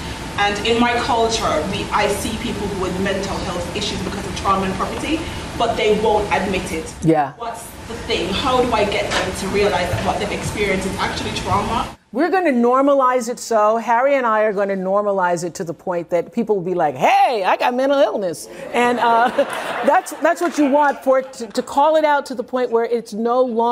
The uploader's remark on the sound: Every now and then, Daily Show guests like to hang out after their interview and let the audience ask them questions.